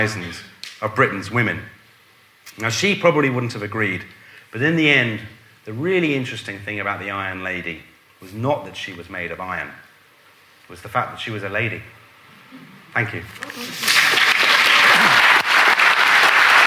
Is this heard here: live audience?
yes